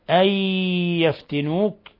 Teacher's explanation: نون ساكنة جاء بعدها الياء، إضغام بغنة